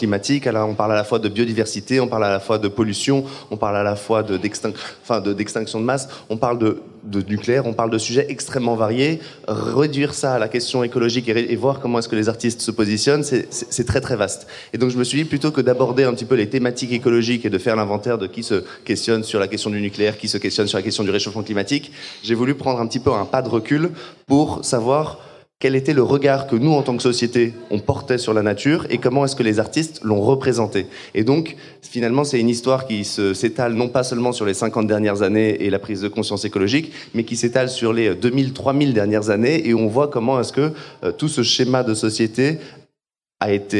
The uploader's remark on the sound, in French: Episode Spécial Live à HOBA. Cet épisode était enregistré chez HOBA, un lieu qui accueille des événements autour de l'alimentation durable.